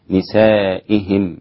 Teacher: نسائهم، الخطأ الشائع في كلمة نسائهم، إذا أراد القارئ أن يقرأ نسائهم فإنه يطيل كسرة الهمزة، نسائهم هكذا، وهذا خطأ. نسائهم مجرد كسر الهمزة تنتقل مباشرة إلى الهاء، نسائهم هكذا.